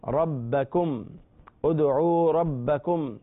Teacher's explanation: رو کو پر پڑھیں گے اس لیے کہ اس پر زبر ہے اور با میں تشدید ہے